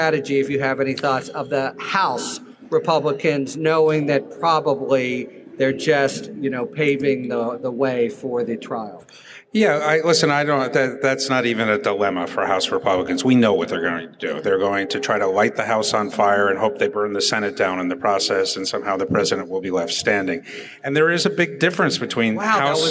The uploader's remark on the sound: LIVE from Politicon in Nashville, Tennessee